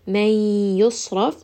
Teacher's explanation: …, this is going to be idgham. So we are going to merge the noon sakin with the ya.